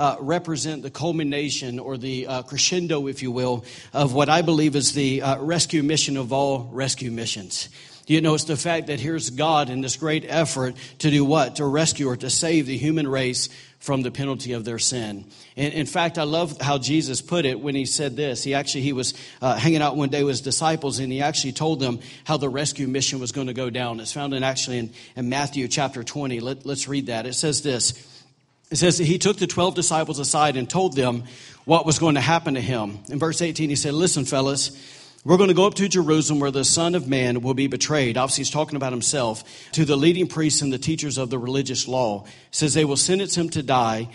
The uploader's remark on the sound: during Easter service at The Anchor Church in Rockport, Maine.